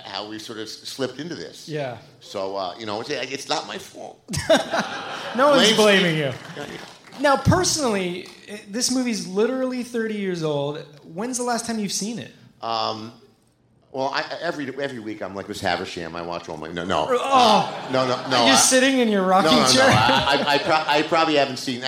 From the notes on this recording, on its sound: Live from Alamo Drafthouse. Presented by the Alamo Drafthouse and recorded live from The Regent Theater in Downtown Los Angeles.